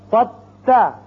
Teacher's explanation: اب لکھنے میں یہ دیکھیے اس طرح ہے، لیکن پڑھنے میں صرف تا پڑھا جائے گا، دال ساکن نہیں پڑھا جائے گا